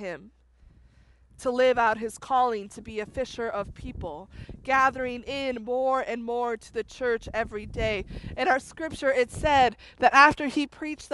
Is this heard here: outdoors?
yes